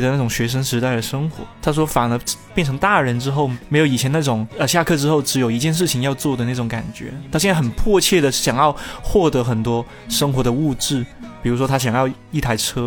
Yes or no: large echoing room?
no